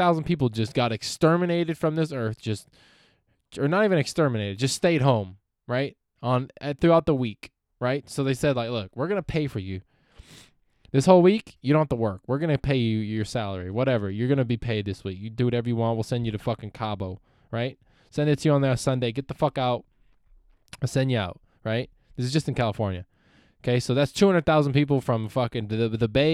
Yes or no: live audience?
no